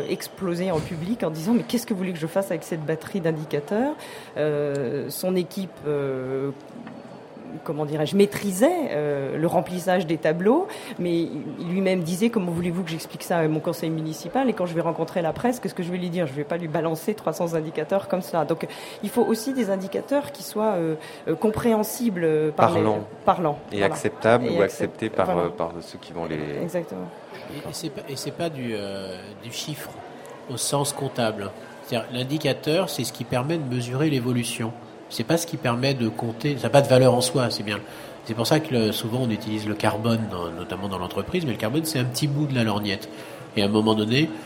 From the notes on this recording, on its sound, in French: Ont accueilli en direct du salon Planète durable. Entretien enregistré lors du salon planète durable en Avril 2001.